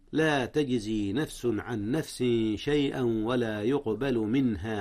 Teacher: منها هنا إظهار يا أستاذنا، أظهر نون من قبل الهاء، والهاء من حروف الإظهار أو من أحرف الإظهار.